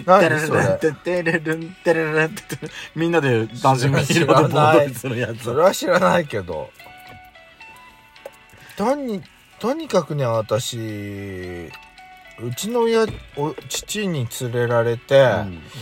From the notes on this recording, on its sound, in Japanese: パーキング収録